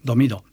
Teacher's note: 中高はドミド、真ん中上げます